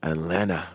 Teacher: J'adore ne pas prononcer le T de Atlanta comme les Américains.